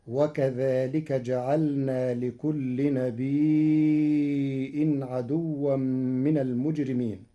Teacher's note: قرأ ورش كلمة نبي بهمز بعد الياء الساكنة فيمدها مدا متصلا لأنها أصبحت مدا متصلا مشبعا على الأصل فتصير هكذا وكذلك جعلنا لكل نبي عدوا من المجرمين.